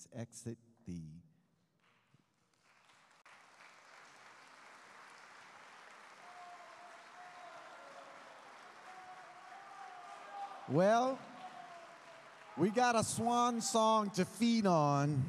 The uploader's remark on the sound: Live Recording